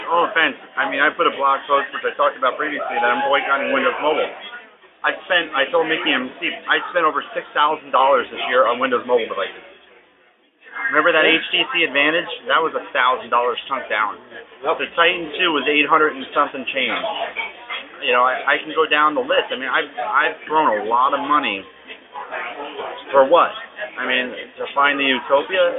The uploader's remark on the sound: AZ Mobility Today Meetup. We had the opportunity to meet up for a drink and we recorded this great impromptu show. Please excuse the sound quality, but on the fly, it isn't bad!